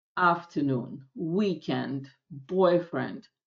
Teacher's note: Мы говорим «мой бойфренд» по-русски, «weekend», а по-английски ударение должно быть в начале.